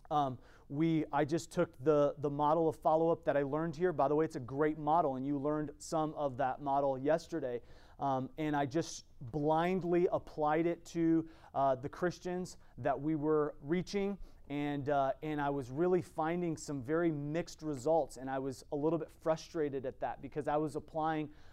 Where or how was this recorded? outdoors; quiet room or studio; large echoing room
large echoing room